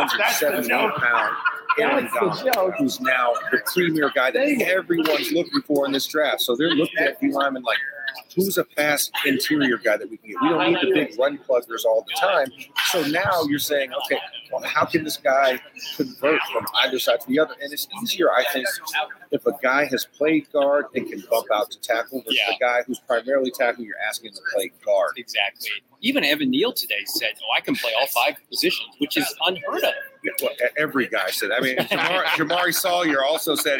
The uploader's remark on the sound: Live from the combine in Indianapolis.